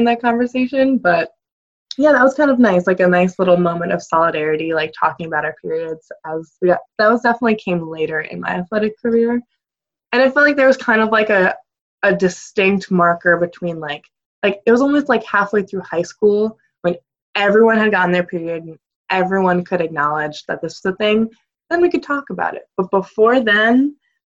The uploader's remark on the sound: Bare with my zoom audio